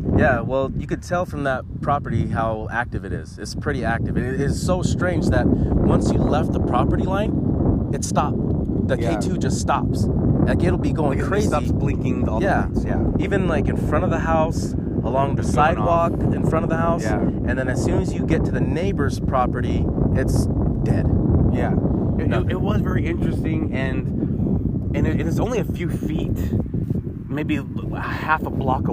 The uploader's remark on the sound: We are recording on the beaches of San Diego while visiting family